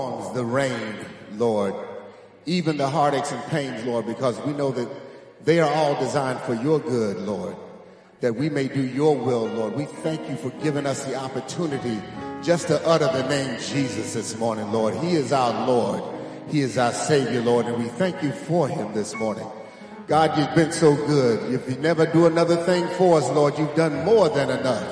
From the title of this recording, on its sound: Sunday Morning Service 8.6.23 - Audio